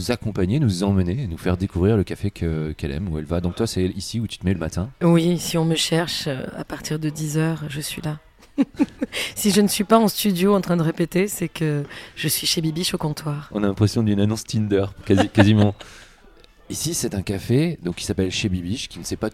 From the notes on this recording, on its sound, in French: Un café au comptoir. Enregistré au bar Chez Bibiche, 42 rue Lepic à Paris (18e).